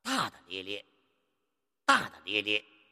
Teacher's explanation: 你第二个大字儿要读轻声啊